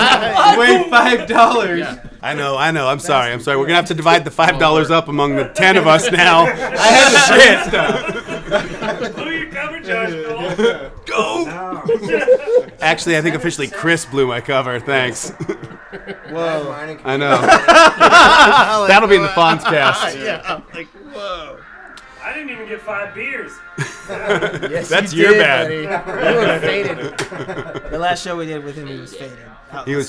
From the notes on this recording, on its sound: Episode 11 was recorded at the Ol' Woofie Holiday Party